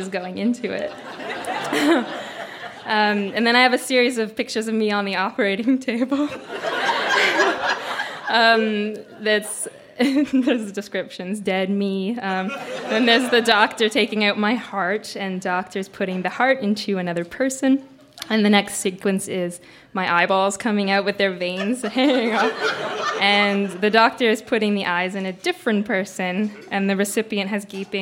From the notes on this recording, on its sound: Recorded live at The Company House in Halifax, NS.